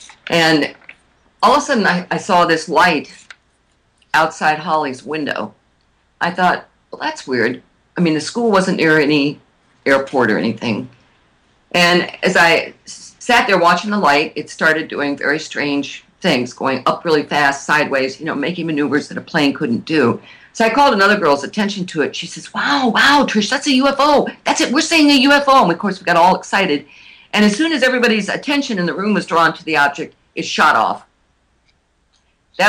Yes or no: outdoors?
no